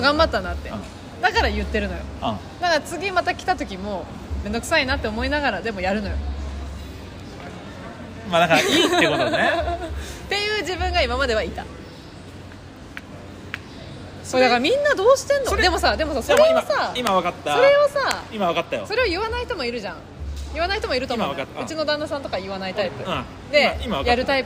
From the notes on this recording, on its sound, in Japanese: マラウイからの公開収録の様子をお届けします。